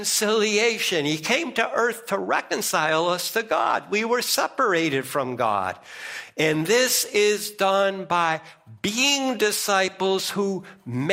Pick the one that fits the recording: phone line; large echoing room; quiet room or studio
large echoing room